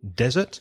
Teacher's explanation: desert has the stress on the first syllable